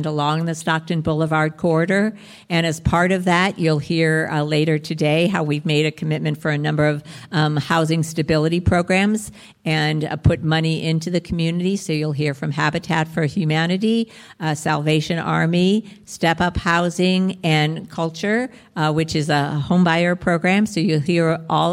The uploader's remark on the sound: Live from the Brickhouse Gallery. Solving Sacramento hosted a live event.